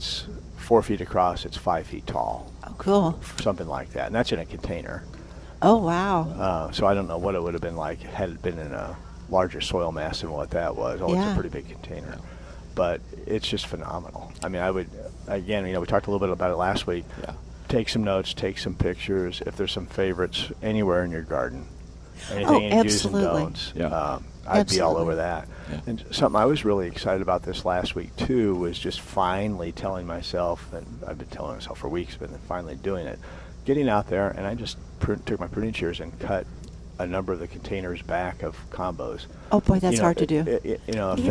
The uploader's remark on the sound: Plant Experts Live at Prairie Gardens